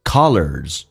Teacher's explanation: 元音后面加 s 发 z 这个发音